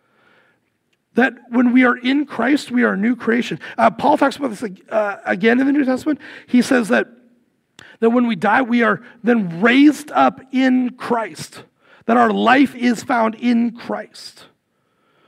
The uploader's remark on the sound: Recorded live at Word of Life Church in Le Sueur, Minnesota, on January 14, 2024. Powered by Restream (Bensound Royality Free background music).